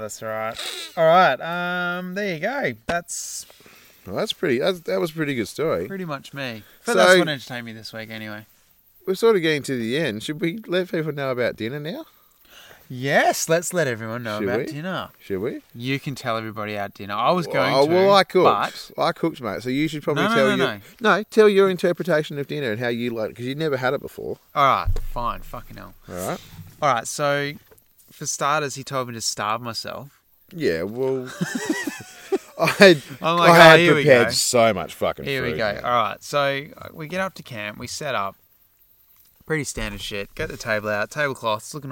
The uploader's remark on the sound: This week we recorded in the outside studio, under the night sky with the true nature sounds of crickets, night bug life and even a bull telling us to shut the heck up